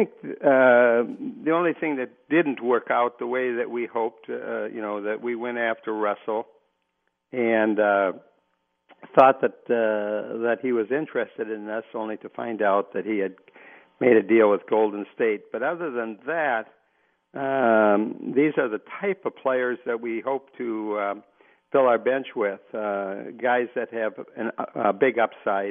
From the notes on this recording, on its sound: Open up the phone lines and take your sports questions.